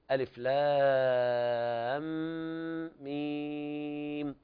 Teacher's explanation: فألف لا مد فيها واللام مد لازم حرفي مثقل والميم مد لازم حرفي مخفف · Term: المد اللازم الحرفي